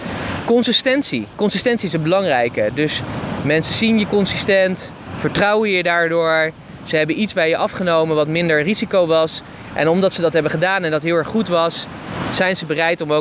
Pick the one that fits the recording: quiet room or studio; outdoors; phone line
outdoors